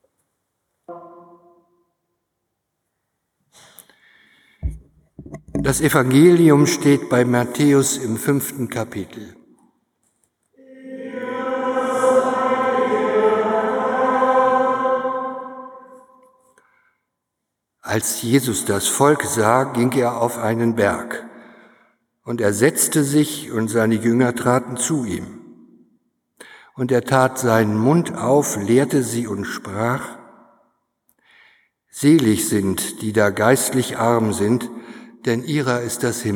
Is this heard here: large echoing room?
yes